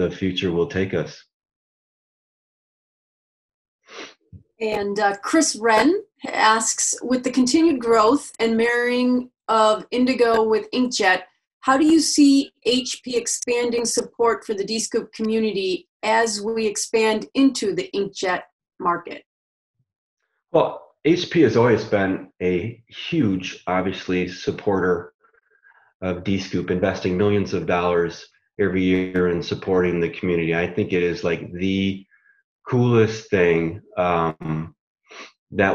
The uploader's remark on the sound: Online discussion and Q&amp;A for members in the Americas region. Americas Town Hall Features Great Q&A.